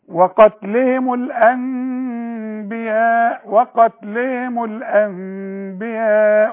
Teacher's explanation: اقلب النون لميم وخليها نص ميم وخفيها · Term: قلبة